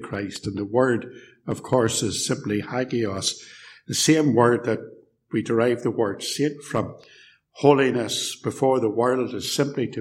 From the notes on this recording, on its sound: This sermon was preached at Ballymacashon, and Templepatrick Reformed Church, where this recording was made